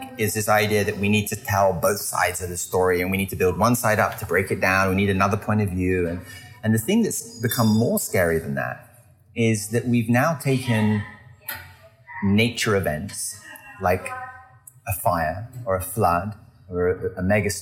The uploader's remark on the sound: Short interviews recorded live from the Festival.